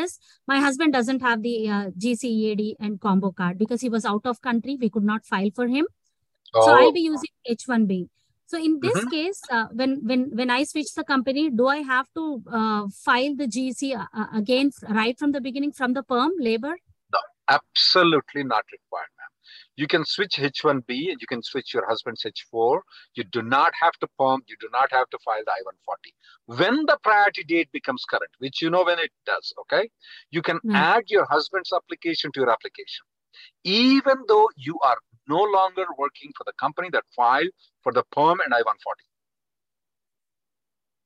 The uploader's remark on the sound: Conference Call May 2nd 2023